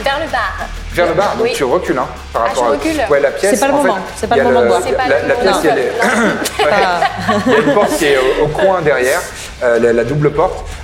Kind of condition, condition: setting, live audience